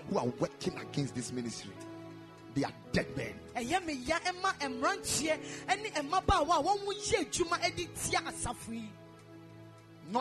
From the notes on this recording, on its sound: Preached at the Ekklesia Chapel